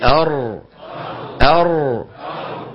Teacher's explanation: الراء من طرف اللسان مع ما يحاذيه من اللثة قريبا من مخرج النون